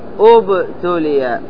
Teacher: كلمة أبتلي عندما تبتدي بالهمزة تبتدي بها مضمومة أبتلي، هذه قاعدة عندما نرى الثالث مضموما ضما لازم.